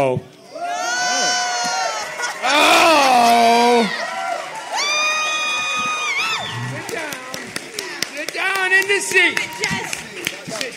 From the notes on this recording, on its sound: Today's episode features audio from the Animaniacs panel at FanX! Has some great questions from the audience.